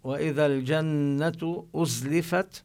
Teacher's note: ننتبه للغنة بالنون المشددة في لفظ الجنة، وأزلفت ننتبه لبيان حرف الزاي مع الصفير الذي فيه